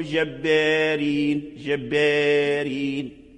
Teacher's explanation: ورش يميل إمالة صغرى، معناه أنه يأخذ شيئا قليلا من الكسر ويترك الثلثين للفتحة